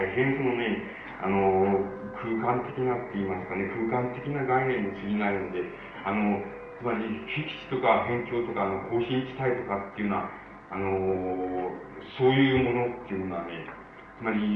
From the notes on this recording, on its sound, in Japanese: 音質：３。場所：学習院大学 教室。学習院大学の教室で行われた講演。別の話し声が聞こえるところがあり、 残響音が目立つ部分もある。途中で音声が遠くなるのは。